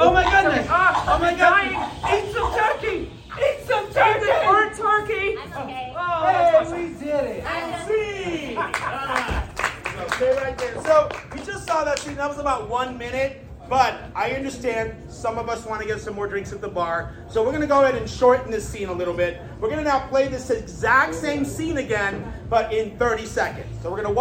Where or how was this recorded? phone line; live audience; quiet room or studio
live audience